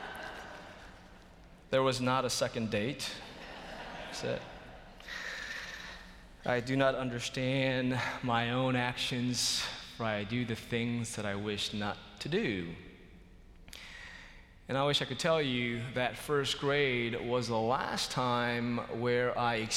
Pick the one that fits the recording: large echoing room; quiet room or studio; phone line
large echoing room